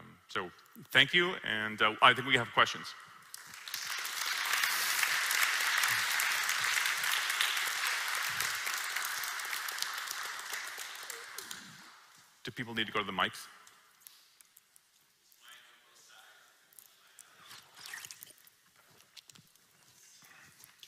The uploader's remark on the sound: Recorded live at Ayn Rand Con Europe 2023.